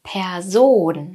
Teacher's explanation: Ich werde lauter und gehe mit der Stimme nach oben. Und zwar bei Ohn. · Term: Betonung